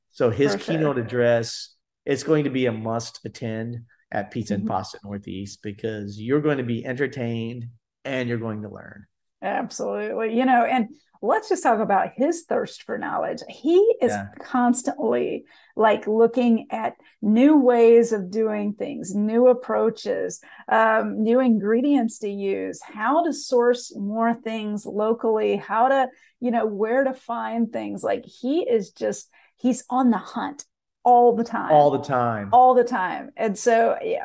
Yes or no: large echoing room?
no